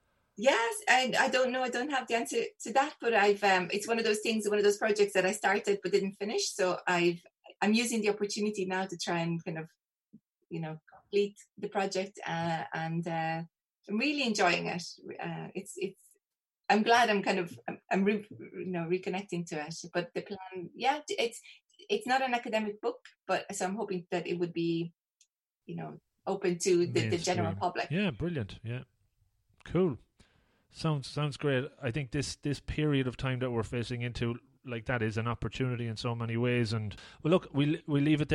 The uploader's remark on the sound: We recently recorded this one over zoom.